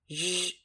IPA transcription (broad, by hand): ʒ